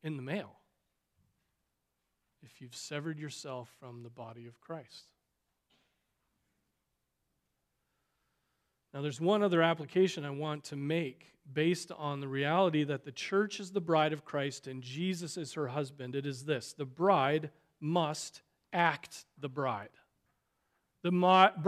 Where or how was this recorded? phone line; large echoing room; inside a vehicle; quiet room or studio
large echoing room